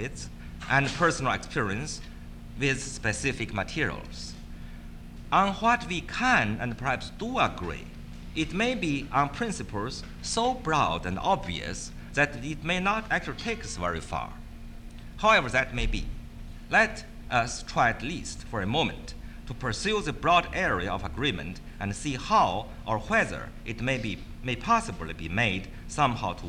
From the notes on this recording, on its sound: This is the fourth part of the fourth day of the World Translation Conference.